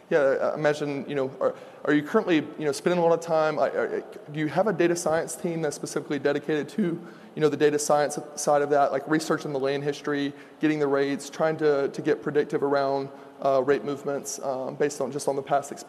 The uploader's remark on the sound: At FreightWaves LIVE: Chicago